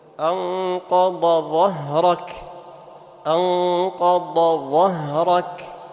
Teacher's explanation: كل القراء يظهرون الضاد عند الضاء · Term: الإظهار